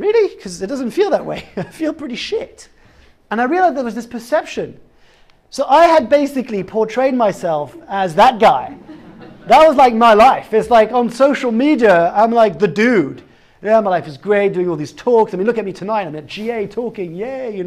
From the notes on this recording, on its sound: Live talk from Google Campus x General Assembly.